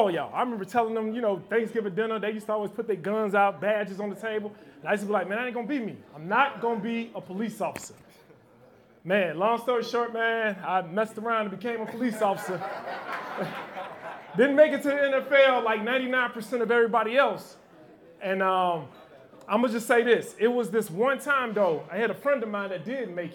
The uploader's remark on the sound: Live Podcast in Chicago.